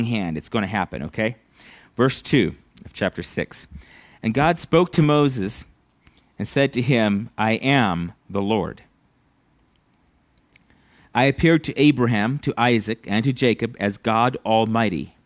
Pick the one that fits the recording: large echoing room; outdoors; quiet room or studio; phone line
large echoing room